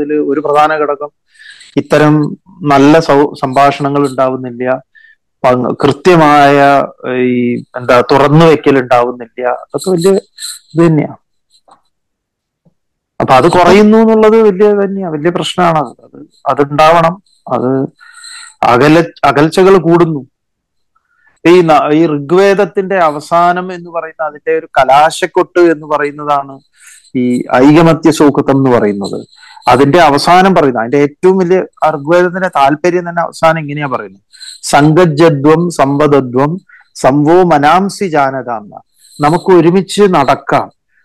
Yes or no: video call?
yes